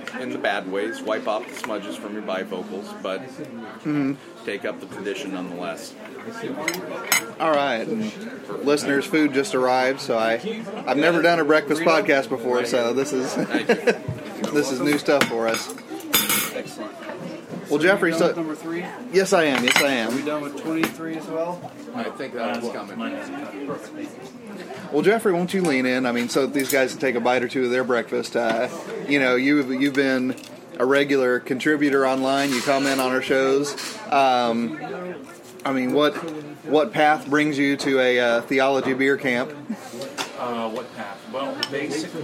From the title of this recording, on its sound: from the Catalina Coffee Shop